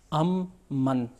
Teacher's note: یہاں پہ دیکھیں کون سا ادغام ہوگا، چونکہ میم جو ام کا پہلا والا میم ہے وہ شروع سے ساکن ہے، دوسرا والا وہ متحرک ہے. پہلے والے میم کو ہم حذف کریں گے تلفظ میں یا بعض اوقات لکھائی میں بھی، دوسرے والے حرف میم کو ہم تشدید دیں گے · Term: ادغام صغیر